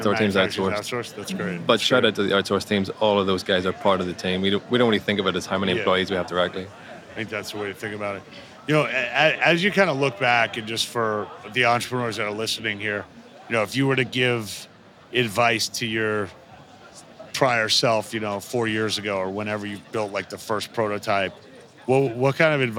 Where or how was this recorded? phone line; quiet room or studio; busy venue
busy venue